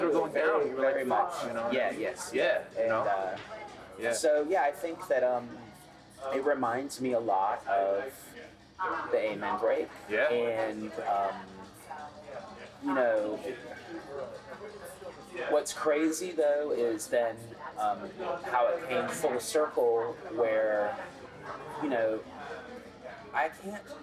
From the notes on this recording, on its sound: NFT.NYC was a spectacular occasion. The noise in the background of this conversation is representative of the, at times chaotic, fervor and energy that powered this amazing conference, at the beginning of November.